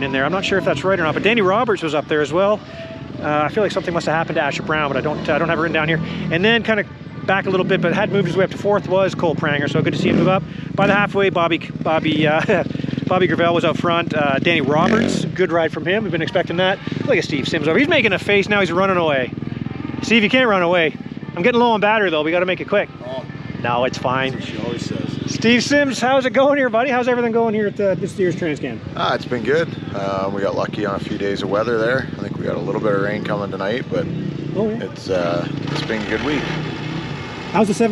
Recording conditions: outdoors